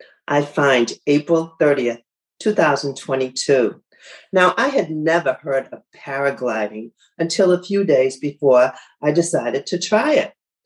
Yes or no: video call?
yes